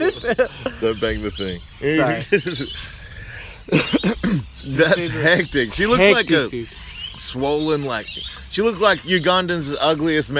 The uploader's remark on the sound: disregard the outdoor audio